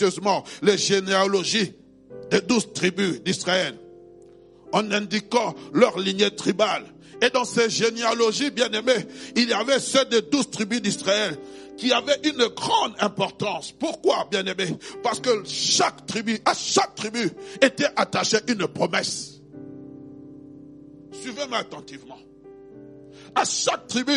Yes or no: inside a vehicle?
no